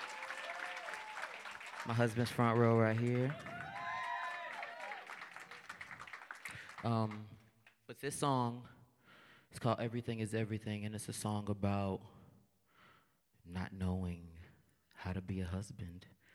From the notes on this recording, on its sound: Live At Steppenwolf Theater